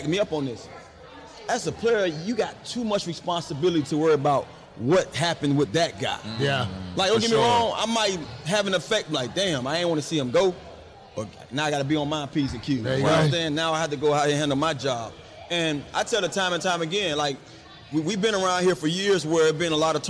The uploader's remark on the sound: LIVE from the Commanders fan rally in Boston